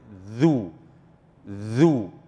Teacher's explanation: ثم تأتي الذال من رأس اللسان اللي هي العريضة ديت مع أطراف الأسنان العليا